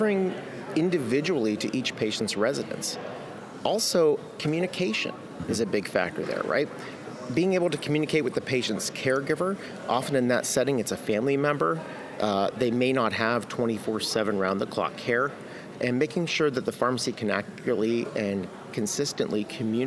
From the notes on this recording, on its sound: User Conference Post-Show. SoftWriters’ team members, exhibitors, partners, and conference attendees live from the show floor.